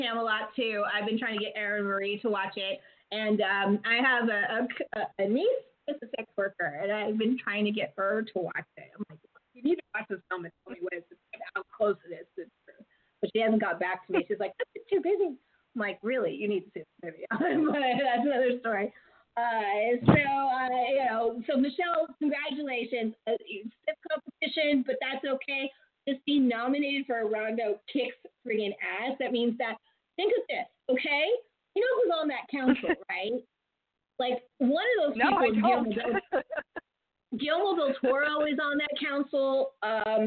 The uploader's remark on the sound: ALL EPISODES are RECORDED LIVE, IN LOW FI.